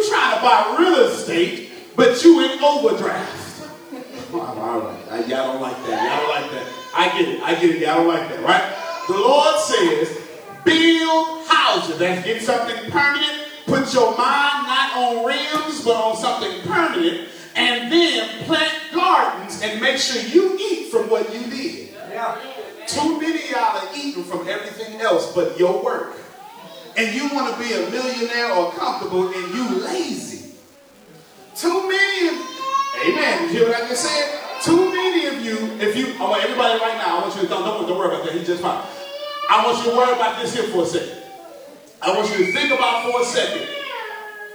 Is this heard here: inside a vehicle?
no